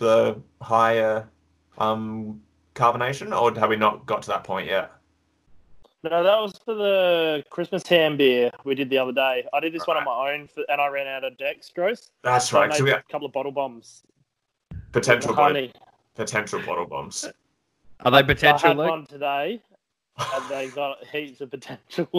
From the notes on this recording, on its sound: Welcome to the Covid-19 Isolation Episode. Please excuse the unbelievably poor audio quality. We have Adelaide internet.